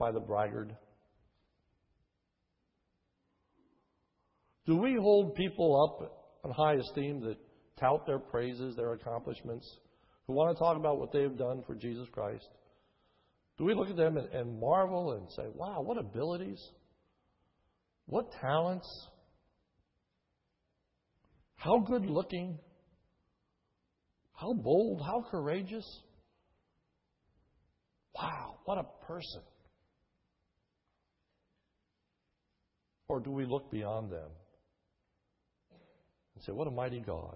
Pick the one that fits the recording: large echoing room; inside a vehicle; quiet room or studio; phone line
large echoing room